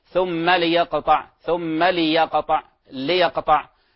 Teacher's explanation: كذلك من الأخطاء التي يمكن أن تقع قلقلة اللام، قلقلة لام الأمر. البعض قد يقرأ مثلا ثم ليقطع، ثم ليقطع، ليقطع، فيكسرها أو يقلقلها، وهذا من الخطأ.